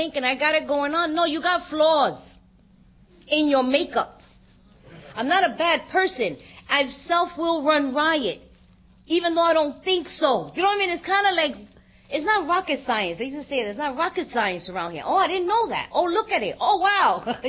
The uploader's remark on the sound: Gives a talk on Steps 6&7 at the 2023 Fellowship of the Spirit Conference.